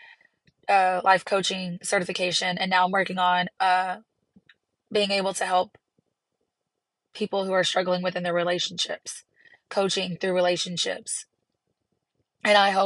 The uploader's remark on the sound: chats from the car loop